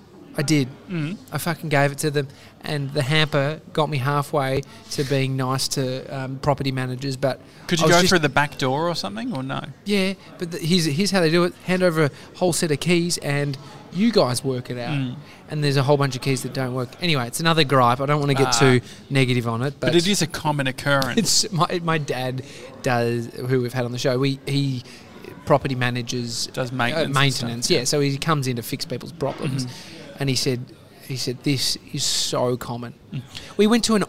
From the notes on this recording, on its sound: Today we're live from our favourite cafe, Au79!